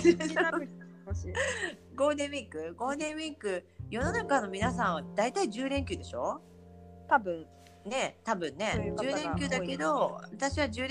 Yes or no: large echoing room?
no